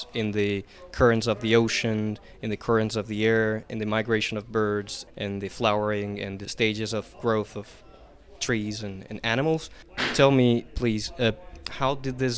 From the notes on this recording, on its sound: We had the fortune to be present at Tairawhiti Climate Summit, a hui that brought together a large number of people. We brought a microphone along and were able to talk to a few of them.